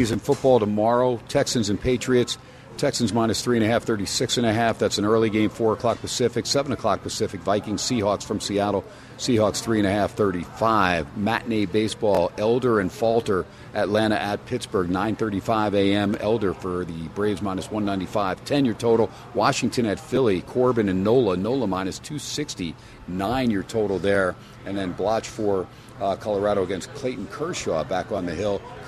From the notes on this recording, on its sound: "Live" from #SteinersPub in #LasVegas. SPORTSXRADIO HUMP DAY AT STEINERS PUB.